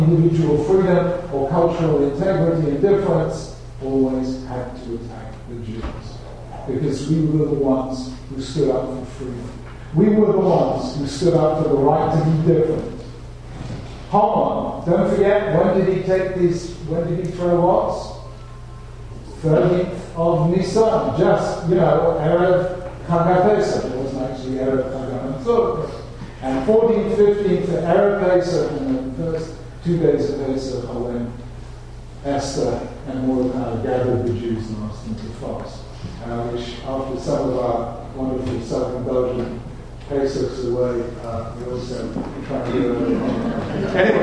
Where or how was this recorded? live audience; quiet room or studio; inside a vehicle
live audience